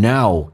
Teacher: Know 稍微的饱满一点，先发 A 再发 U